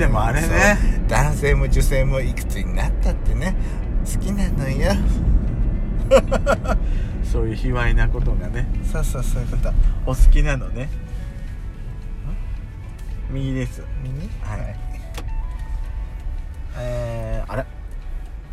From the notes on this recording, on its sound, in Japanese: ドスドライブ収録。ロードノイズゴメンね。